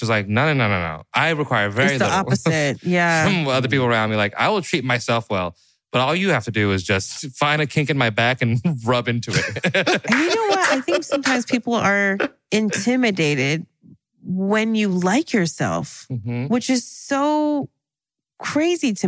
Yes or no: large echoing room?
no